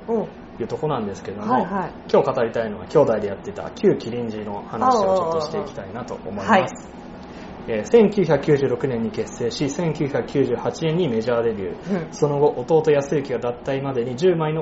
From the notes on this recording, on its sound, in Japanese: mp3カラオケボックスで収録。